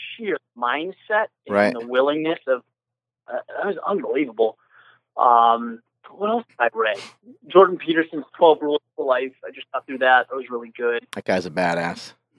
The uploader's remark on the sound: Today we spoke via phone call